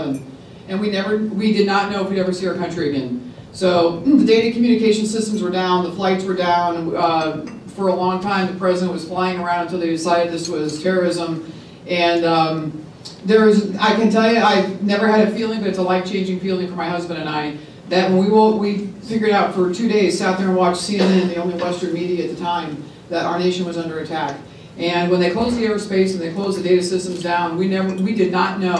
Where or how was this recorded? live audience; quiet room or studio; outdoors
live audience